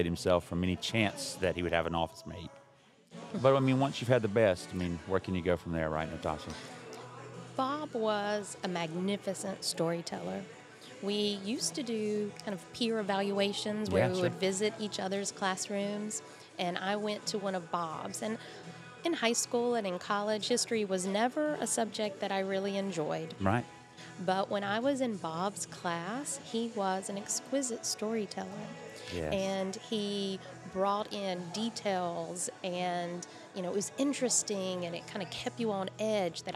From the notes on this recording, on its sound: Gathered downtown Wilmington, NC between 3pm and 5pm at the Pour Tap Room on Front Street to have drinks, fellowship, and share stories about Bob.